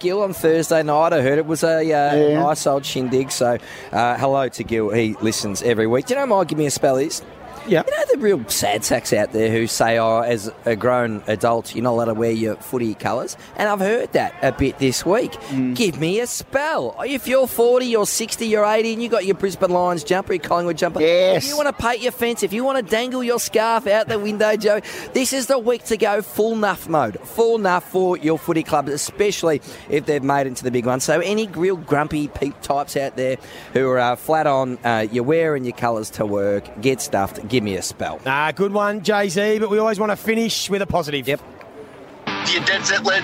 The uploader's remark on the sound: Grand Final Day live from The G. Live from the Triple MCG.